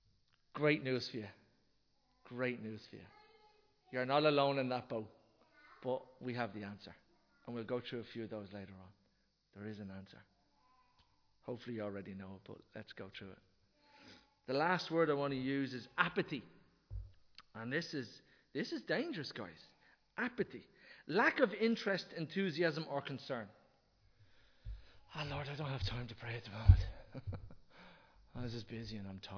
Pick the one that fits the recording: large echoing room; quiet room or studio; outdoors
large echoing room